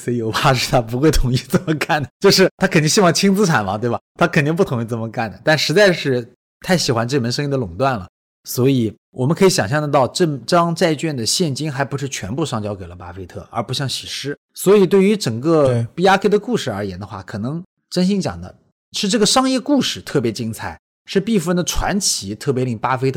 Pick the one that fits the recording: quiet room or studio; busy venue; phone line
quiet room or studio